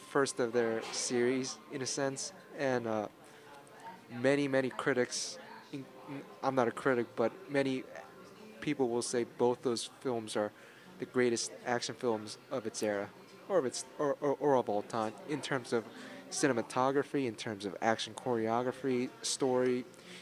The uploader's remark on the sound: we sat down in a busy café to record our thoughts